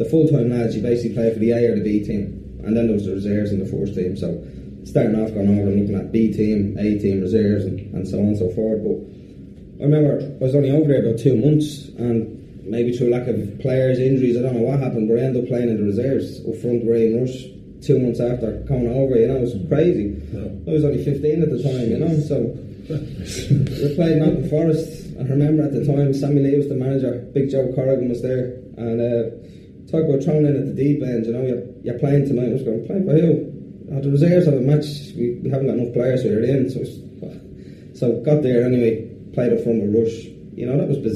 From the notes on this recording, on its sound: Sound quality reflects our earlier recording equipment